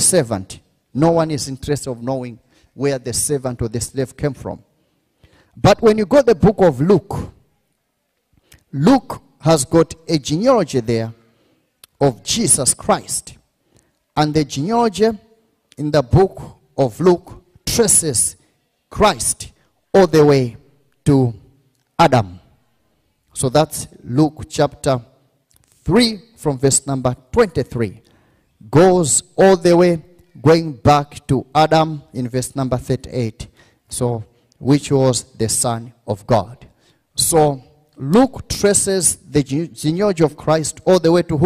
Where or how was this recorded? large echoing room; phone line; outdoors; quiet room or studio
large echoing room